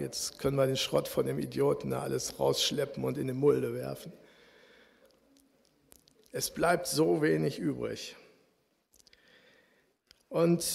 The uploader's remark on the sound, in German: Aufzeichnung der Predigt des Gottesdienstes